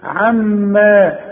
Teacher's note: الميمة اهي المشددة اللي لازم تغنها. عما، والمد طبيعي، عما عند الوصل وعند الوقف.